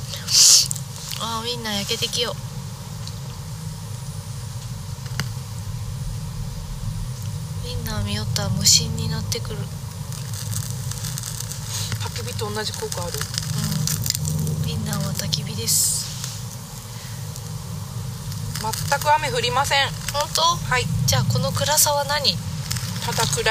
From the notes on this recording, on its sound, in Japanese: 若杉山。山での収録と下山後のアフタートークを合わせて作っています。